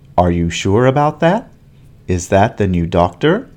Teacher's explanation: Do you notice how at the end the sound goes up? · Term: rising intonation